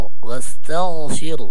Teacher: يعني ترقق التاء وتفخم الغين